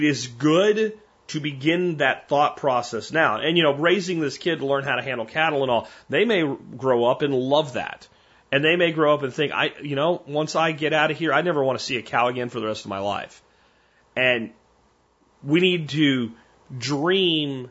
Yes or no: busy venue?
no